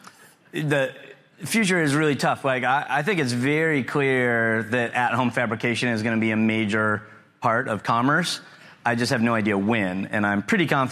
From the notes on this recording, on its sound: Live show. This is a live presentation from the ChannelAdvisor Connect show in Austin, Texas.